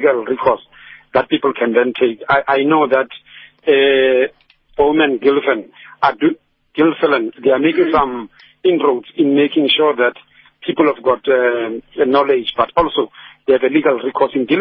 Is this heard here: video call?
no